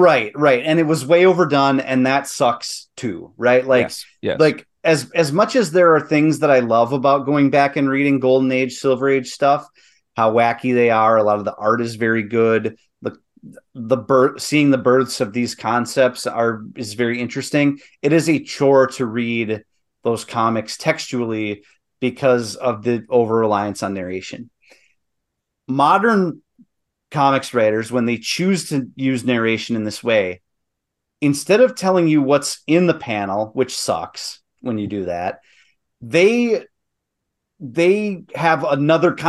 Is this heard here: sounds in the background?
no